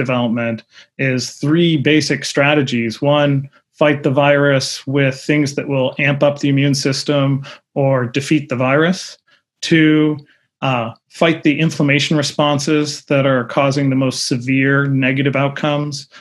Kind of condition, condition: link, video call